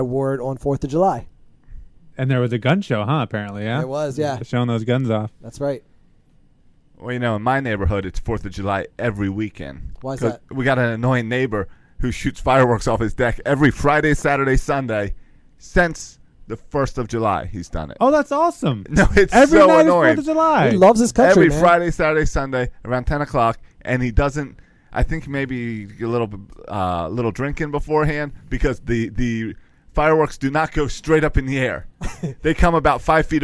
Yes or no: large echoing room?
no